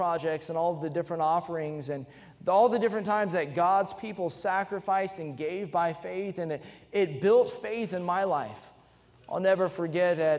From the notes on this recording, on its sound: during the Sunday Evening service on August 13, 2023, at North Valley Baptist Church in Santa Clara, California